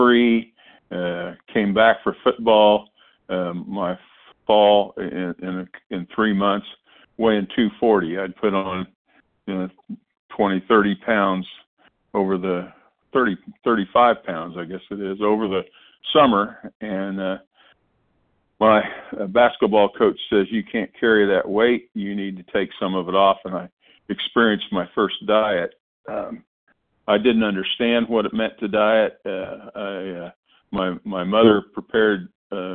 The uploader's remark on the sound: 100 Pounders Phone Meeting